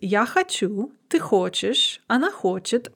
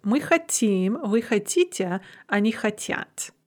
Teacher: we have this consonant mutation of t to ch in the singular, but not the plural.